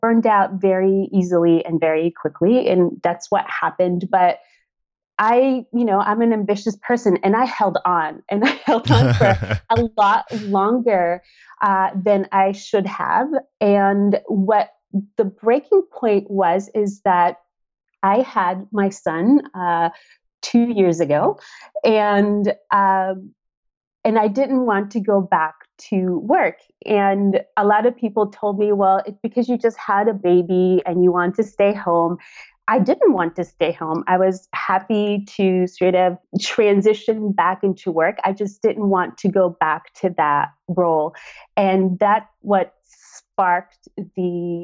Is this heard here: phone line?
no